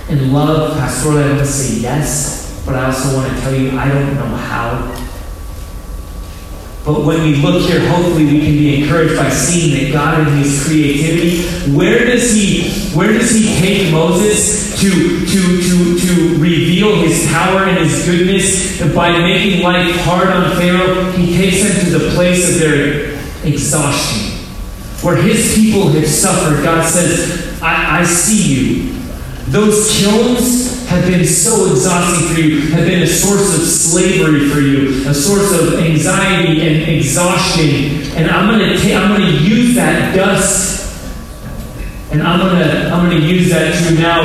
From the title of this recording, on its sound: low-quality audio